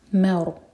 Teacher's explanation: سورورم، مین کو لائٹ رکھیں گے، اس کو ما ساؤنڈ نہیں دینا، یہ ہے ما. مور، را ہیوی ہوگا کیونکہ را ساکن سے پہلے ہے فتحہ